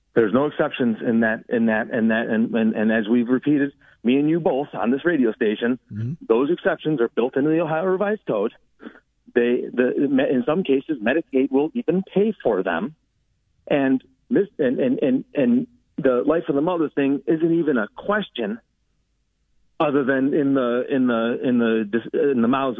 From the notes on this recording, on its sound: takes calls from various candidates that call